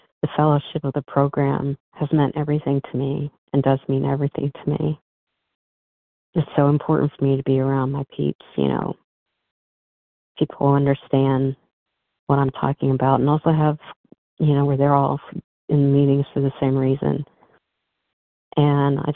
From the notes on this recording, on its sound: from the 100 Pounders Phone Meeting